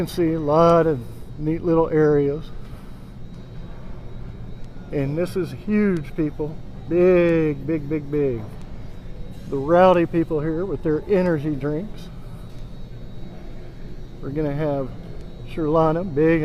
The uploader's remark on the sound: Went through the Galveston Island Convention Center showing all the areas. A special add of NASA's Space Exploration Vehicle (SEV) rolling in on Thursday Morning.